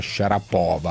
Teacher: I cognomi russi hanno l'accento sull'ultima sillaba, quindi anche se tutti si sbagliano si pronuncia Sharapova con l'accento sulla O